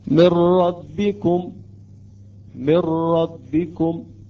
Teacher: يعني النون تقريبا تحذف بالكامل، لا أثر للغنة لها ولا نتأخر في حالة الإدغام. · Term: الإدغام كامل